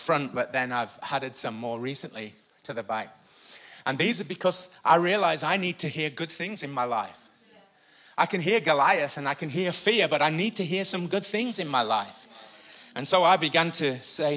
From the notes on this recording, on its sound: Recorded live at the Chesterfield Campus this is the message from the morning service on the 14th July 19.